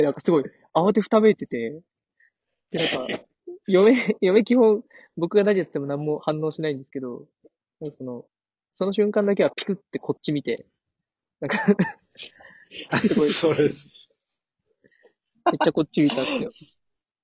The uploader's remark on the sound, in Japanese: リモート収録2本立て。リモート収録によるギクシャクは許してね。